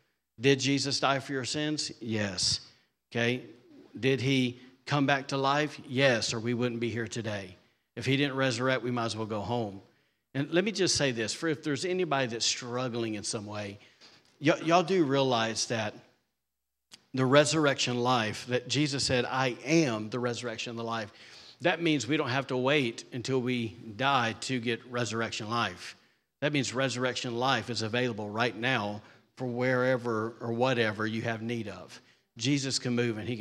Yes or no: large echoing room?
yes